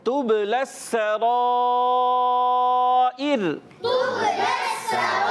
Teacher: با میں قلقلہ ادا کریں گے، آواز لوٹ کر آئے گی، سین کی ادائیگی باریک سیٹی کے ساتھ